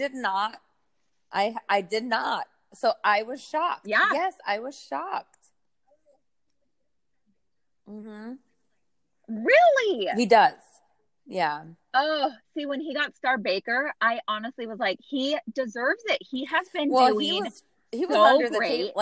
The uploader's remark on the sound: This episode has lots of technical difficulties. Dialogue is overlapping and not matching up at all!